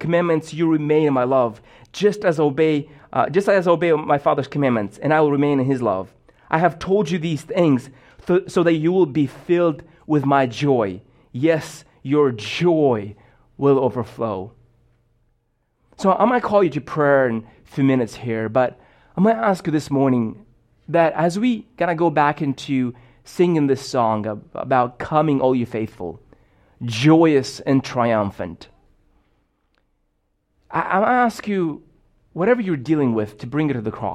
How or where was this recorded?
large echoing room